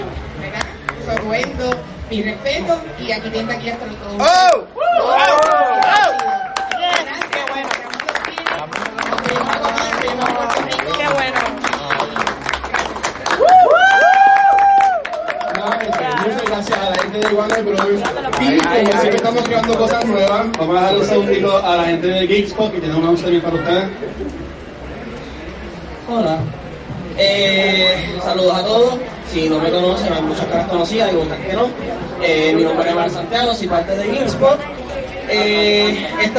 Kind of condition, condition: setting, live audience